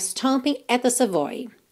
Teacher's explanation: Esse at the fica bem corridinho